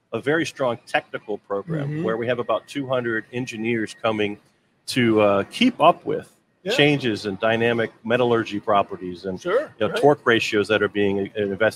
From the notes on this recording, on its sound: Recorded live from the floor of the Expo at Huntington Place in downtown Detroit! A whole day of livestreamed interviews.